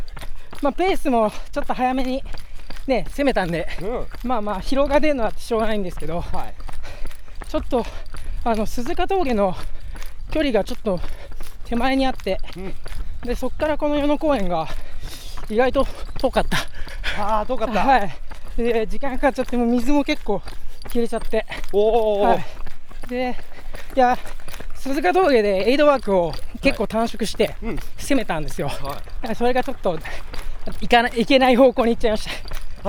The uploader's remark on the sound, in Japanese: 鈴鹿山脈を進むトップ選手の実走インタビュー。A1安楽峠の様子。